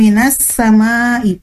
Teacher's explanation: Di mana huruf bunyi alif lam itu tidak terdengar. · Term: alif lam syamsiyah